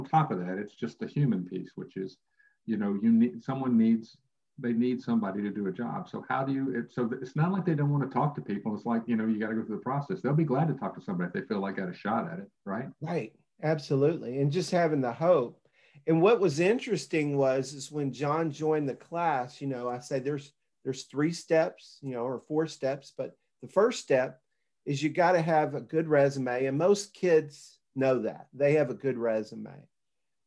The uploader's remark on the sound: Zoom video interview